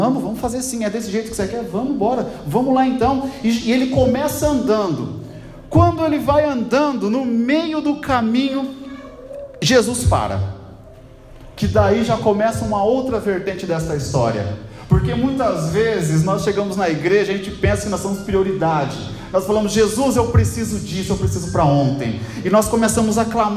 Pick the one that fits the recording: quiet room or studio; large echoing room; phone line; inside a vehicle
large echoing room